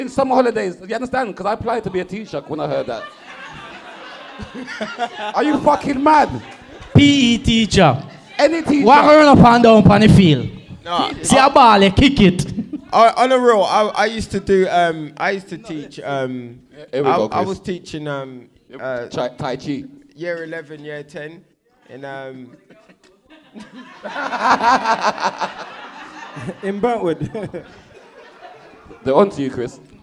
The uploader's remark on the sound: Chalk and Cheese Podcast - The Live Show. Chalk and Cheese podcast second LIVE SHOW!!